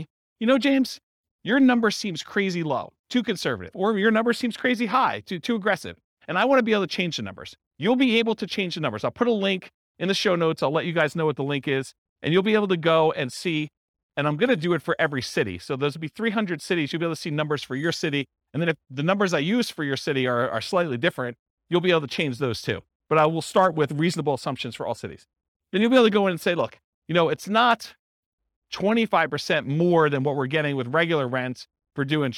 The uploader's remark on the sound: This was a live class recorded